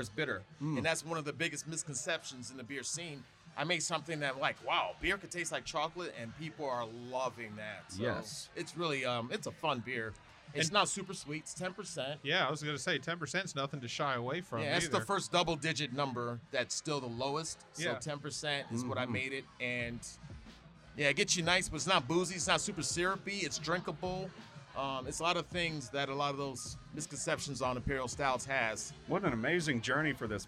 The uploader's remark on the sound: Recording Session at Inner Voice Brewing - Atlanta, GA.